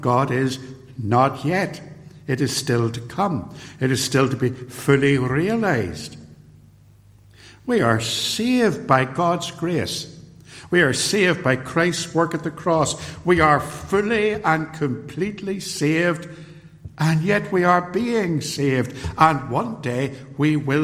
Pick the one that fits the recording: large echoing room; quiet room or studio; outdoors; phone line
large echoing room